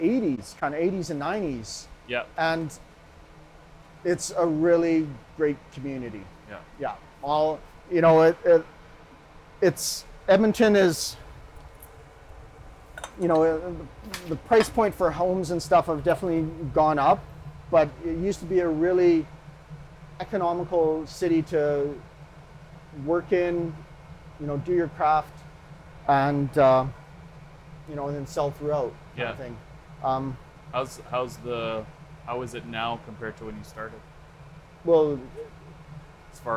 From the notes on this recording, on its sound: Invited me into his studio to talk while he worked. As you might notice, there are sounds of a camera in the background.